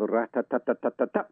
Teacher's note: a child growing up speaking, say, French or even Spanish is going to have much more a kind of rat-a-tat-a-tat-a-tat sort of rhythm like you get in those languages.